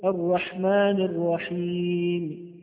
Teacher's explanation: الروم أن نأتي ببعض حركة الرحيم هذه الميم المكسورة